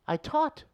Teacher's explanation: So you just lose the T's, and in the Irish one, you lose the H.